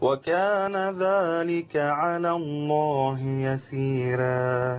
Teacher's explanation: ورش بيرقق كل راء مفتوحة قبلها ياء مادية